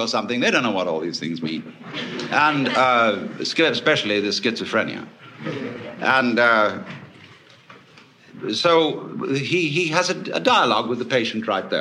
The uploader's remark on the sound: Big-hall presentation. Was recorded in 1971 in New York City at a conference for western therapy and eastern religion. A stream of audience questions.